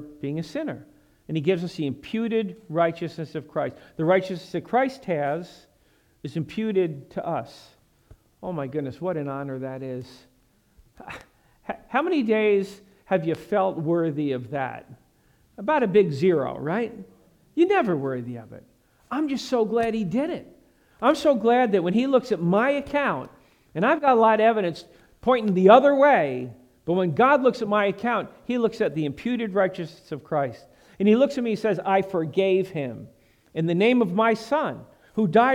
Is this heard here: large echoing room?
yes